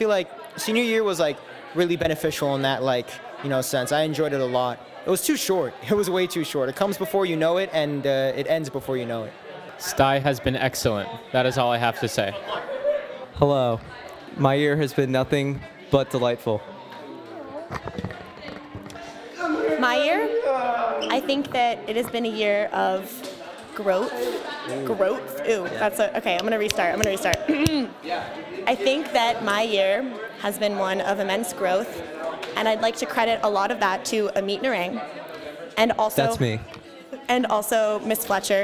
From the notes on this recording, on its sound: For this special episode, we set up an open-mic booth outside the second-floor exit and the senior atrium. We asked students, teachers, and staff about their highlights of the 2018-19 school year.